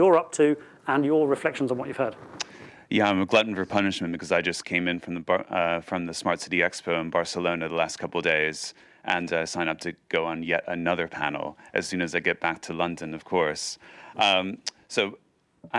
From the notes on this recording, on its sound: The Urbanisation Forum at Google HQ. A special recording of the Urbanisation forum on Connectivity, hosted by the Swedish Chamber of Commerce at Google's UK headquarters in King's Cross.